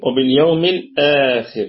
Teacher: الخاء في أقل درجات التفخيم لأنها أتت مكسورة، والراء مرققة وقفا ووصلا لأنها حينما نقف تكون ساكنة وقبلها مكسور، ووصلا هي بذاتها متحركة بالكسر، وباليوم الآخر.